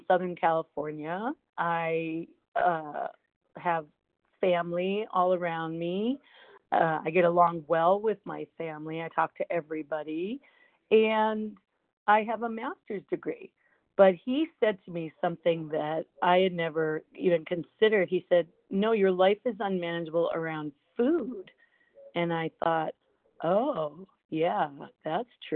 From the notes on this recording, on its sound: from the 100 Pounders Phone Meeting on 12/17/20